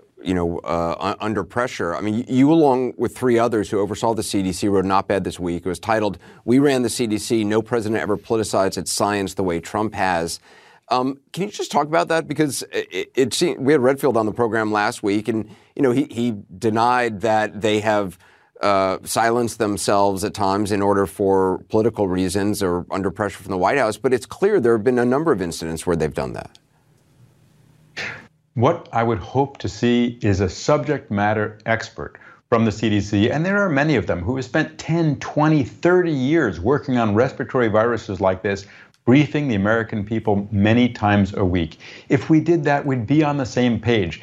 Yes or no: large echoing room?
no